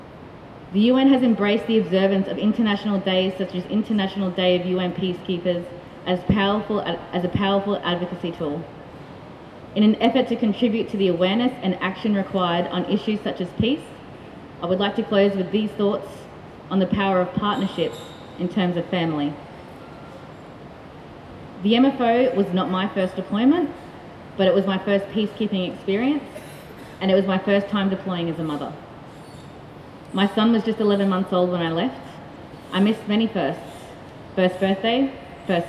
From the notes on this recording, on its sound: Given in Anzac Square in Brisbane /Meanjin as the keynote speaker at the Australia Peacekeepers annual celebration organised by the United Nations Association of Australia. To a crowd of peacekeepers, military, united nations community of ambassadors, consuls and volunteers.